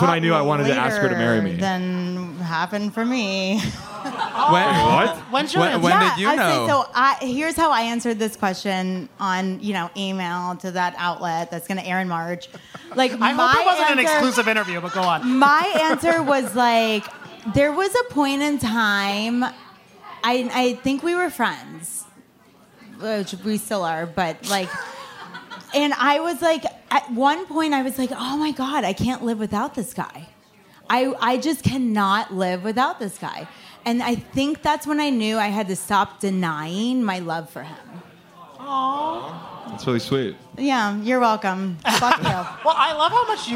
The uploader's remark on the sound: Took the stage in NYC at City Winery for our second live "Virtual Reali-tea" event presented by Tri-State Cadillac.